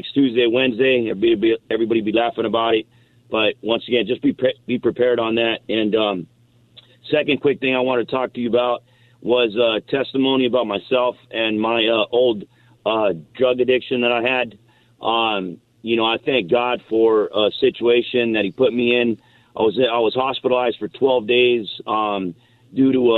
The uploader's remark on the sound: Open Phone Friday